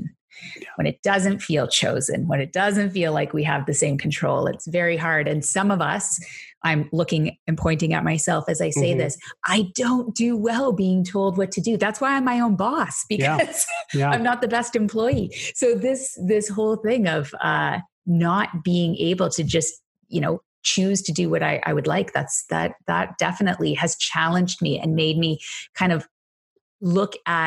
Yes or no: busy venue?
no